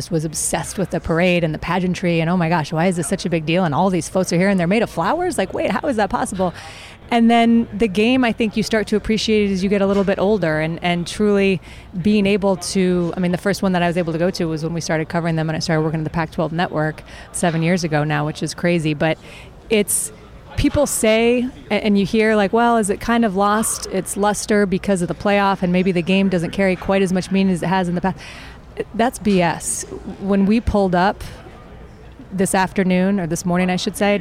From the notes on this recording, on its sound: live at the Rose bowl for media day